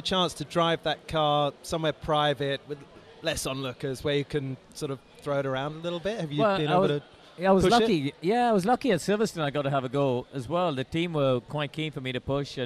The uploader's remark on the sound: live at the Goodwood Revival